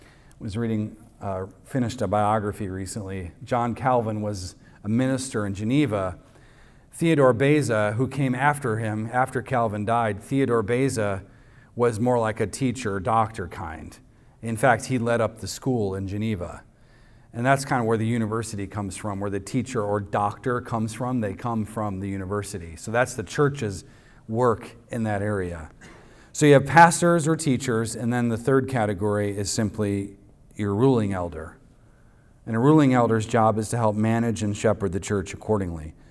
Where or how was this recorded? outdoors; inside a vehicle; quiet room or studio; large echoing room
large echoing room